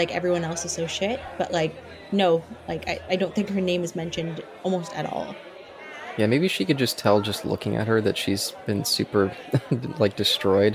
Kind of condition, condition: setting, live audience